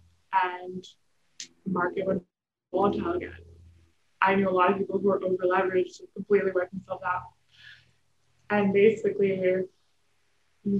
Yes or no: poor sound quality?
yes